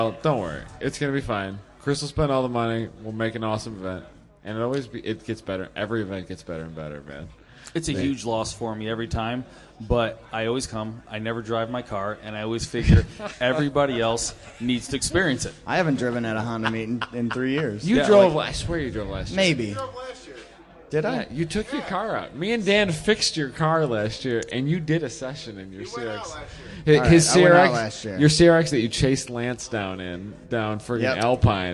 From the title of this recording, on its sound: LIVE from HondaMeet15 Party Barn